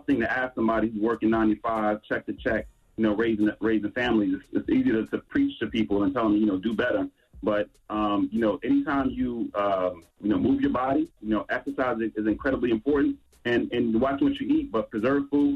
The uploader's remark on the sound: Today on the show we opened up the phone lines to see what our listeners thought.